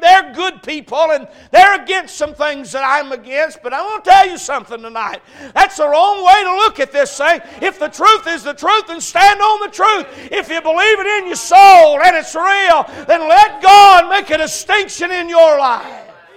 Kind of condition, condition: setting, large echoing room